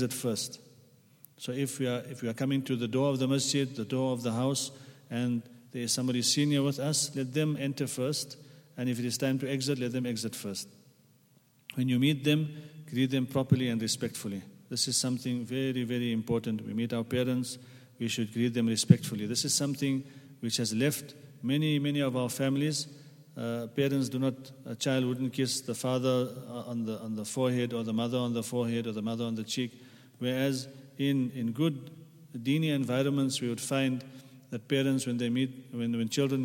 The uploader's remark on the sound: at the Houghton Masjid (West Street)